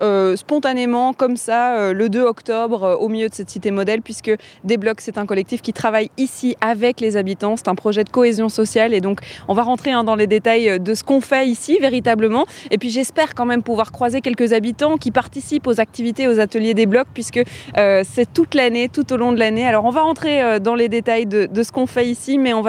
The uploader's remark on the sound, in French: Vous embarque au Festival Des Blocs ce mercredi. Il se déroule à la Cité Modèle à Laeken, non loin du Stade Roi Baudouin.